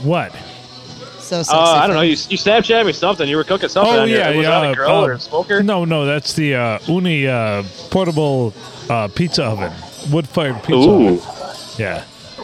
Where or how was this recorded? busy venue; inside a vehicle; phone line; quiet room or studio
busy venue